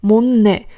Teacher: 的这个시옷，收音的时候后面加一。这个时候呢，用的是시옷，本身这个辅音的发音。然后最后两个字，못내。同样的还是习有这一个收音。在跟后面这个尼恩的一个辅音做连读的时候呢，这个原本在发着舌尖顶上牙膛这样一个口型，也就是 mut 的时候，后面再加一个 ne 过来的话，你会非常，非常柔顺地给转成一个 mun ne 的感觉，就是前面的那个收音似乎不见了，又或者是说变成了一个 mun 的感觉